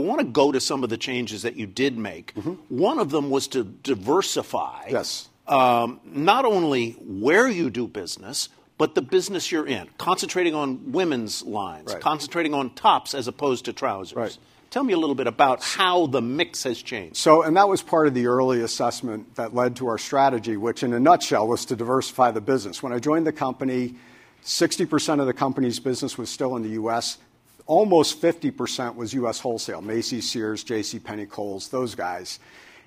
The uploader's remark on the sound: spoke at CNBC’s “Evolve” Conference in Los Angeles